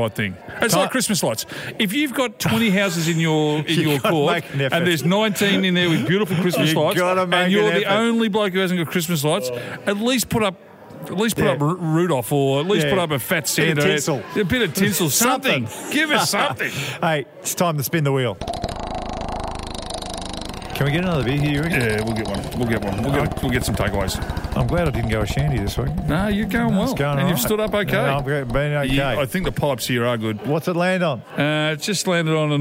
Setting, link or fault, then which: setting, busy venue